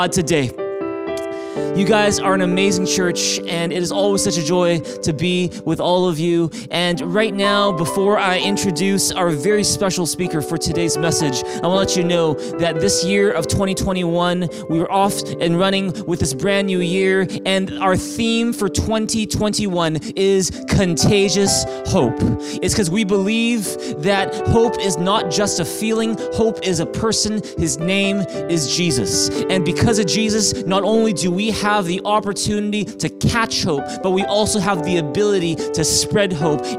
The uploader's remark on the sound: Streamed on January 10, 2021 at THRIVE Church Vancouver, Canada. Church Online is a community based in Greater Vancouver Area.